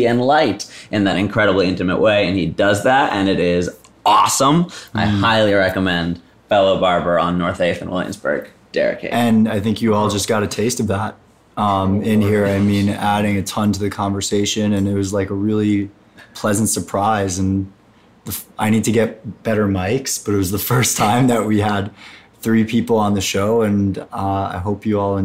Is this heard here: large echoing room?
no